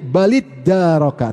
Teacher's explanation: Harusnya baltadaroka digabungkan jadi balidaroka. Taknya digabung ke dal karena makhrajnya dekat.